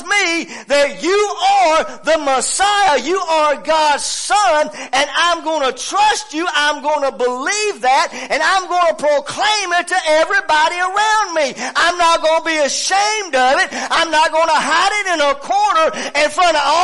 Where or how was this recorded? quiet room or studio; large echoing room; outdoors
large echoing room